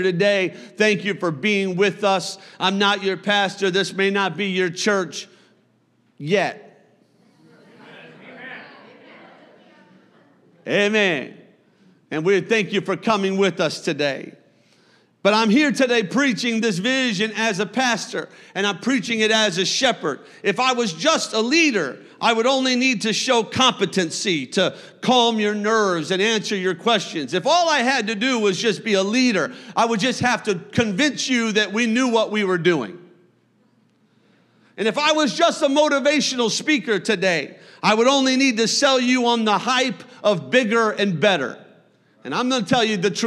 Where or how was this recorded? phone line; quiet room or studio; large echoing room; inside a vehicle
large echoing room